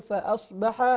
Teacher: نراعي تفخيم الصاد وترقيق الهمزة قبله